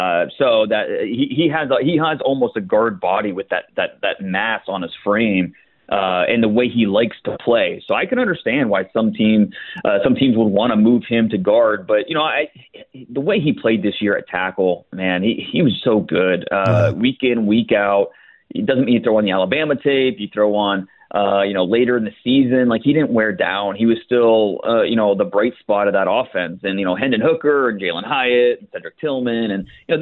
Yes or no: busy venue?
no